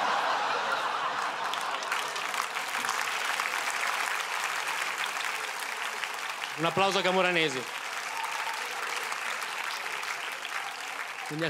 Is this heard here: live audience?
yes